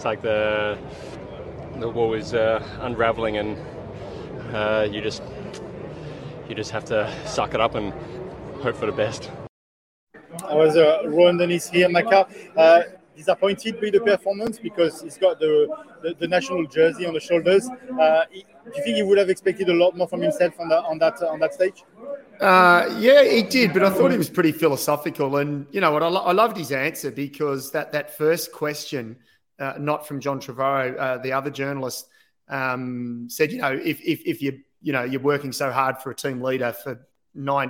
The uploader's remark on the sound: live from the Village at the Start of the stage today